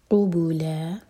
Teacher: قاف حلق سے اور جب بھی دوما پڑھیں ہمارے ہونٹ بالکل گول ہونے چاہیے تاکہ کرسپ ساؤنڈ نکلے قبولا لا دو حرکہ لمبا یہ مد